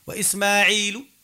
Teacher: تخطف الكسرة هيك خطفان، تنقص الصوت في الكسرة وتخطفها، هذا سموه روم. · Term: الروم